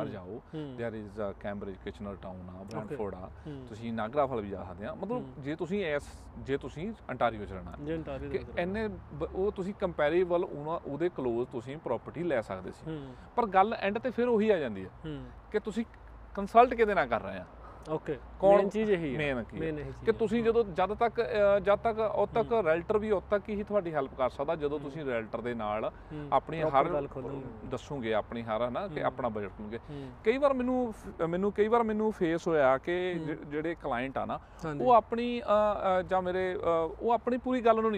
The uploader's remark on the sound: GOSSIP ON ROADS TORONTO is a Canada based interview channel, we work with the concept of doing interviews/gossips in the car We steer on the streets with an incredible conversation with our guests( full safety precautions).